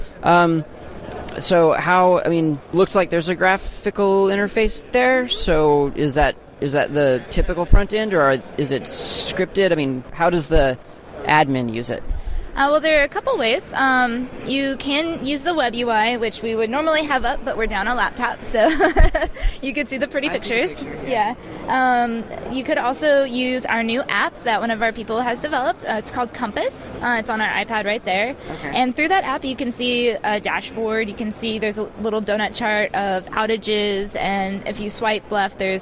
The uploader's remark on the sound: At the All Things Open Conference. OpenNMS at All Things Open Conference.